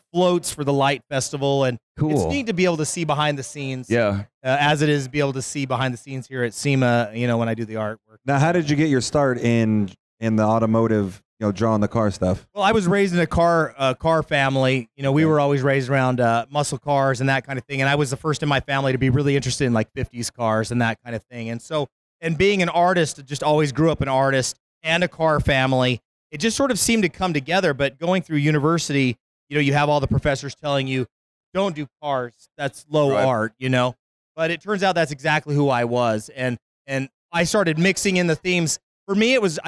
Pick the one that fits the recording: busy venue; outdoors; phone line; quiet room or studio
busy venue